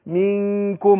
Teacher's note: أخفيت النون عند الكاف، بس الكاف حرف مرقق، يبقى أنا إيه هرقق الغنة نفسها